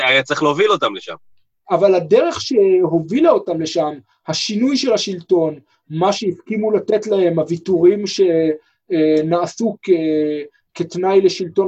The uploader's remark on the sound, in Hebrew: הקלטה דרך זום